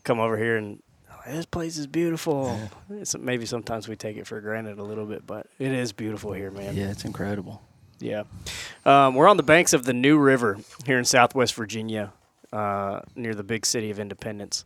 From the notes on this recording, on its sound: This episode was recorded at the first ever HLE Team Rendezvous from inside a 150 year old tobacco barn. The boys got to meet in person for the first time.